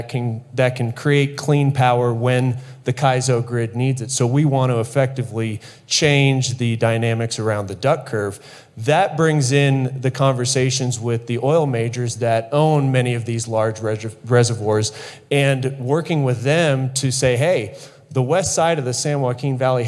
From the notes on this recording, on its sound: Live! From the Geothermal Rising Conference. Talks with guests while on stage at the annual Geothermal Rising Conference in Reno, NV.